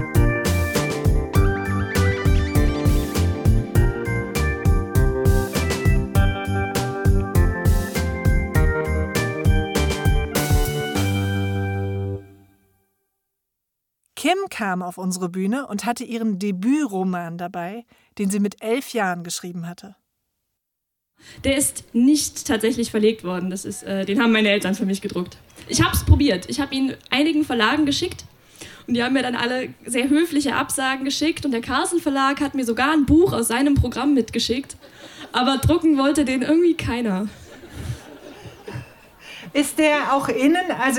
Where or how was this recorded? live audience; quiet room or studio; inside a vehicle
live audience